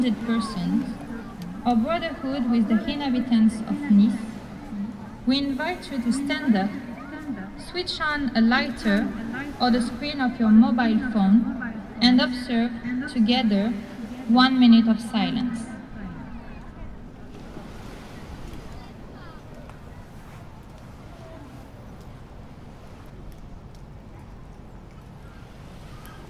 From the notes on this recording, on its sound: Fireworks in Cannes. Recorded at the beach close to the Cannes Palace Festival during international Fireworks Festival in Cannnes. Silence and waves…. Recorder: Sony PCM D50.